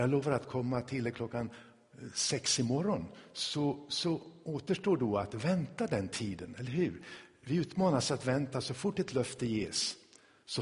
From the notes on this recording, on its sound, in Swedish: Inspelad i Tabernaklet i Göteborg